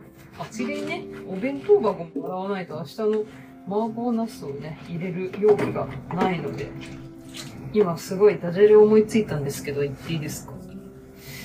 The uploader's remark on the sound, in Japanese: 本日は初めて料理をしながらのラジオ収録を行いました。